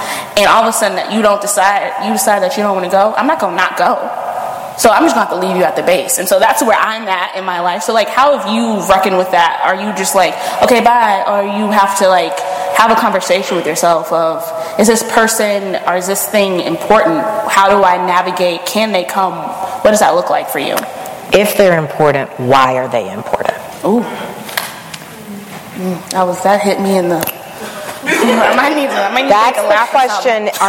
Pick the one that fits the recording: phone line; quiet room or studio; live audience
live audience